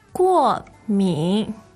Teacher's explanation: So fourth and third tone.